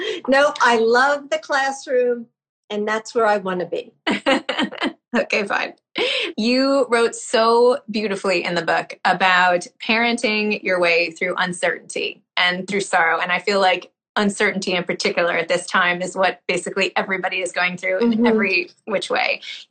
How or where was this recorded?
video call